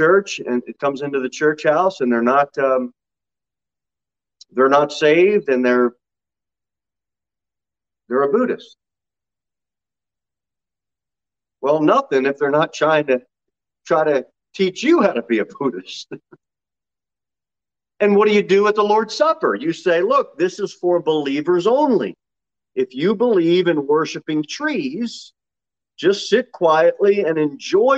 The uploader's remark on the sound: Sermon delivered at Pilgrim Baptist Church on Thursday, May 19, 2022 at 6 pm. Jere Whitson Rd.